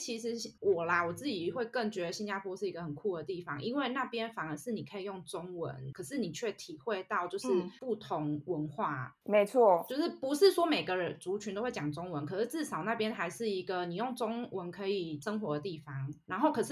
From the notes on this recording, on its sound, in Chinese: 本集音質較差